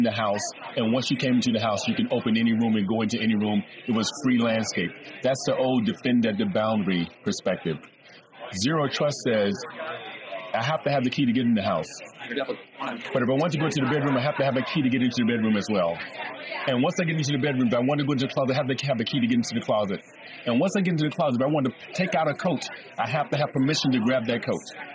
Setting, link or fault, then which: setting, busy venue